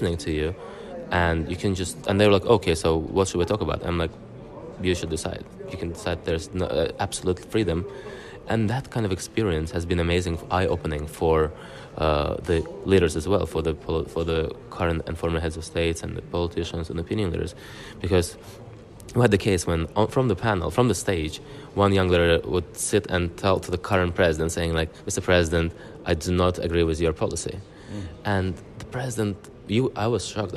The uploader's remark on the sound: Today we are coming to you from Baku, Azerbaijan, with the first of the two special episodes recorded during the 7th Global Baku Forum.